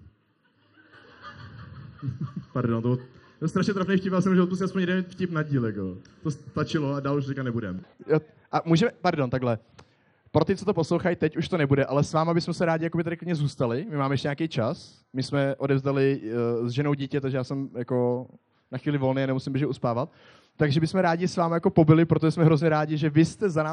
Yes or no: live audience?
yes